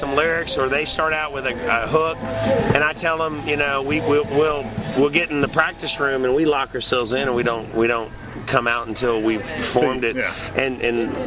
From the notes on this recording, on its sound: Interview recorded at the benefit for Chris Leone at Brewskees in Louisville KY.